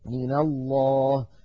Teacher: فالأمثلة التي أمامنا: من الله، أصلها من، من حرف جر نونه ساكنة، فلما التقت مع لفظ الجلالة وأول لفظ الجلالة لام ساكنة تحرك الأول بالفتح لأن الفتح أخف الحركات فصارت من الله.